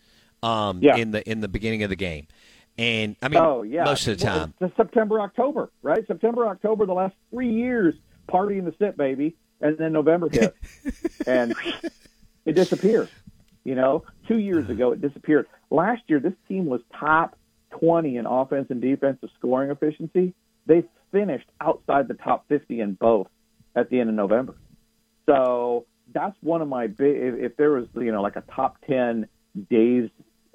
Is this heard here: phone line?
yes